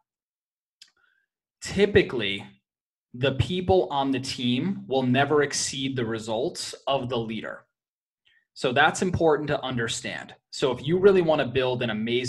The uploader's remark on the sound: 5 Levels Leadership Live Zoom Training.